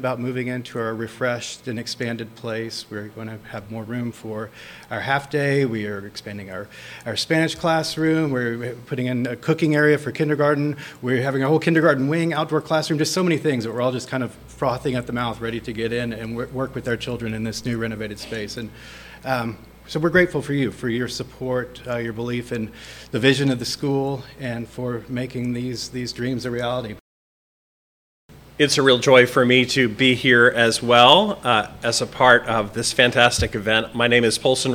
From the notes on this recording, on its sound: This episode is a recording of the Celebration of Progress event for the Loeffler Primary Division's Expansion and Renovation. It took place in the Nichols Activity Center on Casady's campus and was attended by a number of the project's supporters and developers.